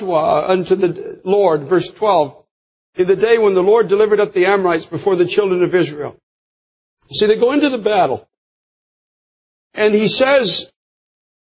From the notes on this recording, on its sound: preached this powerful message in the year 2003 at Times Square Church